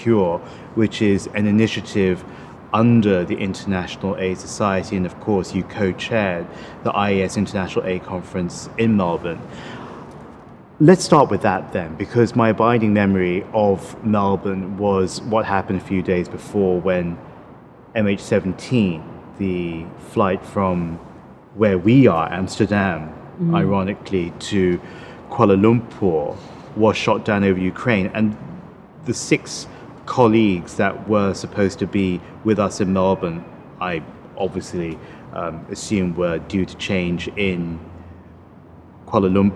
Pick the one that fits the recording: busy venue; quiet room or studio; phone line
busy venue